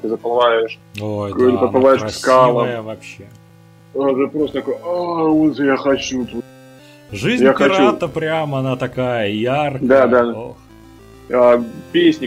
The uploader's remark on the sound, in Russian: Выпуск записываем на самоизоляции, поэтому качество звука оставляет желать лучшего.